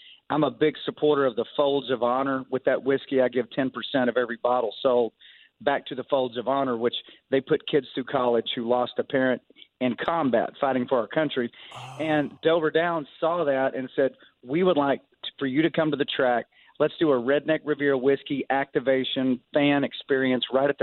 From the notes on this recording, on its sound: Called in to talk.